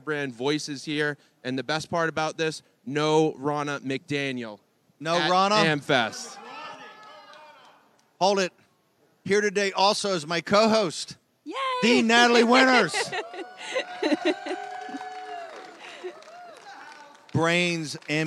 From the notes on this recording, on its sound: Live AMFest 2023